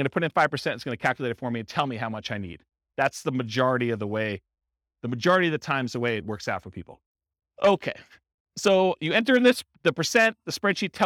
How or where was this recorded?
live audience